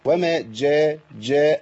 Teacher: الجيم حرف معطش ويبان فيه الشده والجهر اللي فيه